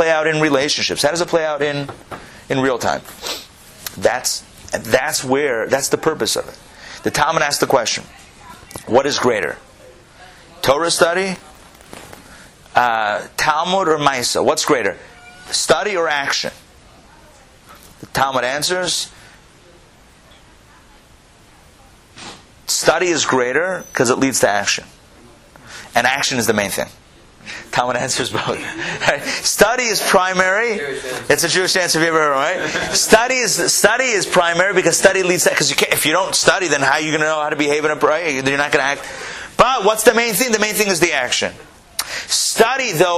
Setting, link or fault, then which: setting, live audience